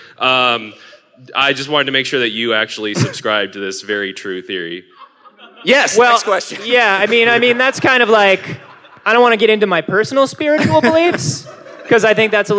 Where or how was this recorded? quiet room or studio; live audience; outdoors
live audience